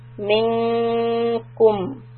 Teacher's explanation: يُظَاهِرُونَ مِنْكُمْ The noon is إِخْفَاء. And the ikhfa is affected by the letter kaf. So we raise the middle part of the tongue upwards towards the roof.